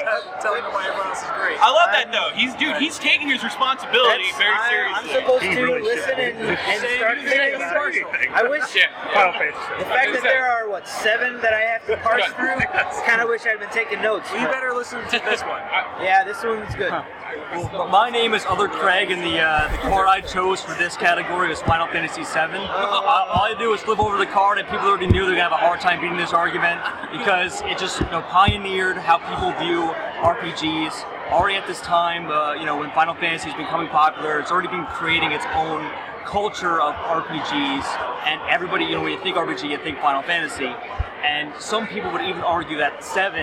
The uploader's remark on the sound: PAX East 2013. There is still come background noise as we directly interacted in the heart of PAX tabletop gaming the night we record.